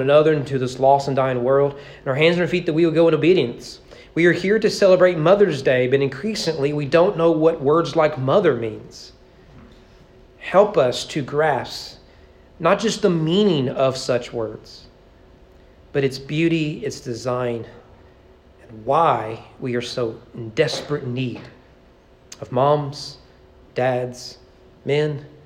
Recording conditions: large echoing room